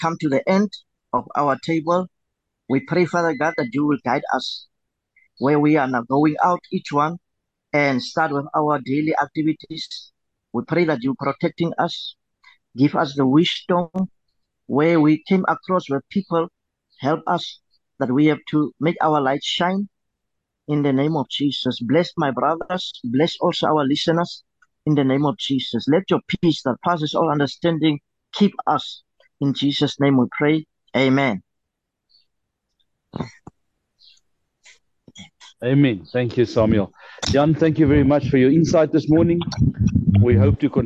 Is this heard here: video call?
yes